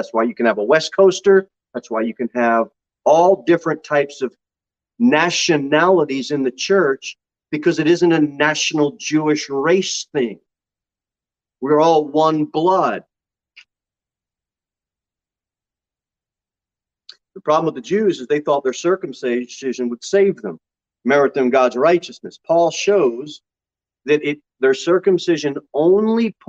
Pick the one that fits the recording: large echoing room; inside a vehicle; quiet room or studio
large echoing room